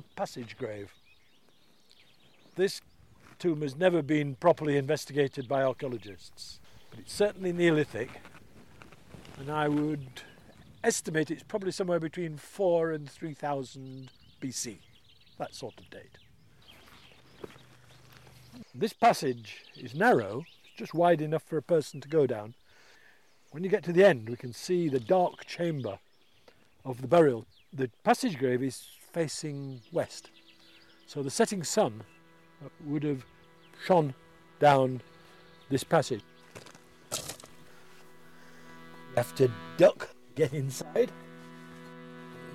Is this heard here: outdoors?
yes